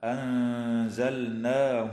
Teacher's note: وتخفى النون الساكنة عند الزاي مع الغنة مرققة